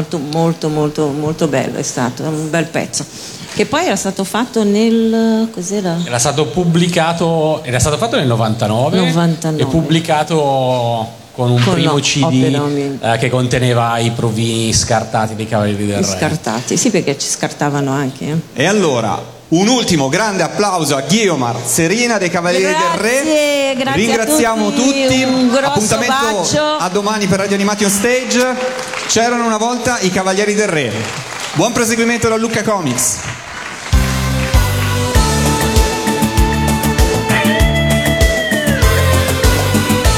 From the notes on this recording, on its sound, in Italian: Dal palco centrale di Lucca Comics & Games 2018